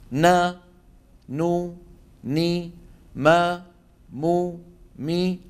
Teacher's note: وتكون الغنة أنقص ما تكون، يعني أقصر ما تكون في النون والميم المتحركتين